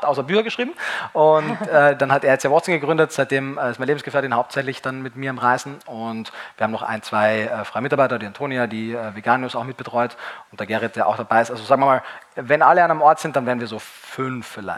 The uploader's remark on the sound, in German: auf der VeggieWorld in Hamburg aufgezeichnet.